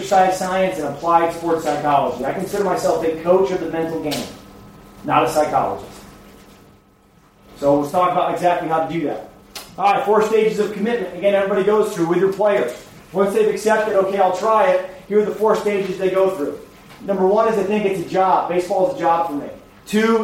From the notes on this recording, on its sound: A live coaches educational clinic at The European Baseball Coaches Association Clinic. Prague Clinic. More than 100 coaches from all over the world.